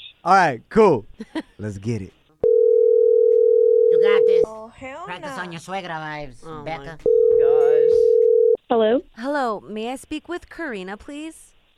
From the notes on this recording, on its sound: we opened up the phone lines